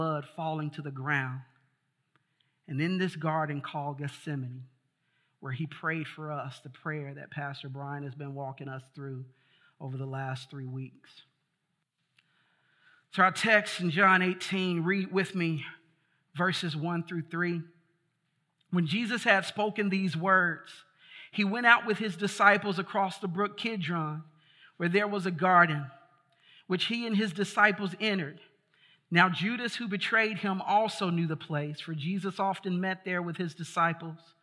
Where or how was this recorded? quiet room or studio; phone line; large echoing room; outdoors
large echoing room